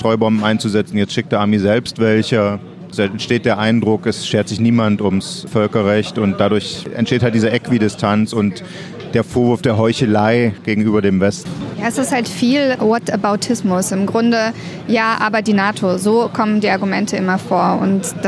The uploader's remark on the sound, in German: In einer Sonderfolge zum Ukraine-Krieg melden wir uns live aus dem "Café Rossiya" (Café Russland) in Berlin.